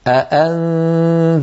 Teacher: لابد في رواية حفص عن عاصم من تحقيق كلتا الهمزتين